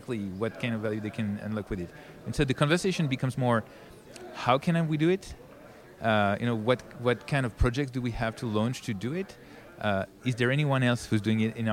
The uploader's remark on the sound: conducted at the Consensus 2023 Conference in Austin